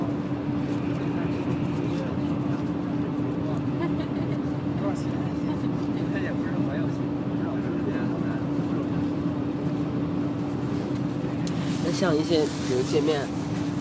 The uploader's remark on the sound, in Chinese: 第一次临时起意的录音，是我们雪季最后一次去南山滑雪的路上的闲聊记录。